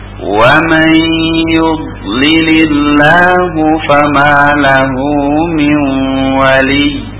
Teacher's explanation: Nun di situ lebur kepada huruf ya. Timbul gunnah di situ. Dan gunnah di sini, nah, panjang zamannya, panjang suara pengucapannya sama dengan nun yang bertasydid tadi. · Term: nun yang mudghamah